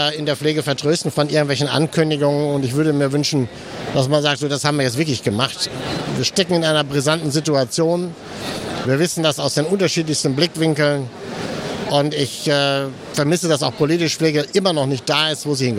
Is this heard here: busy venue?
yes